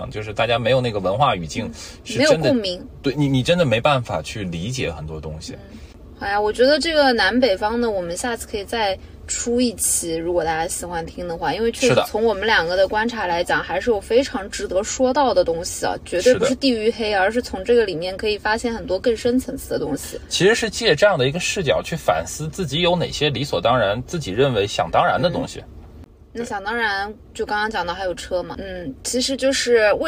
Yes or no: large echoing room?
no